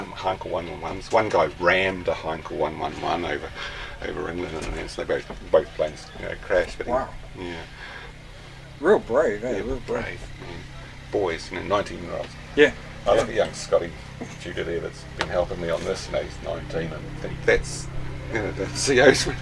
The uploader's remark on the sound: talks live in the field to various people at the Wings Over Wairarapa 2013 Airshow